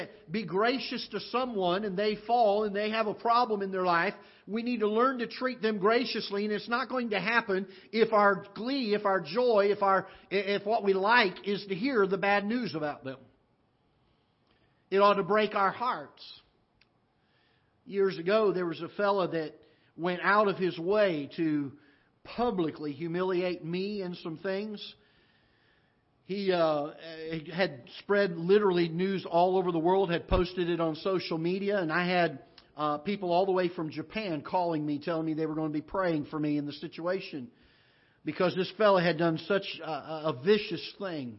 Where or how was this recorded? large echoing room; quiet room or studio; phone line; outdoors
large echoing room